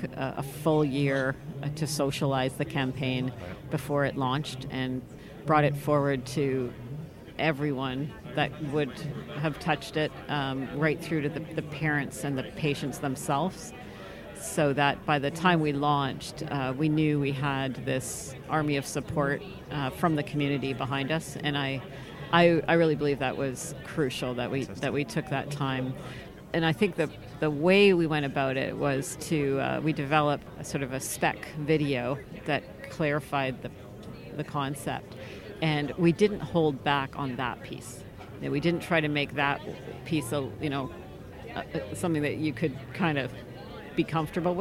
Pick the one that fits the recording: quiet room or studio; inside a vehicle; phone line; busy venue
busy venue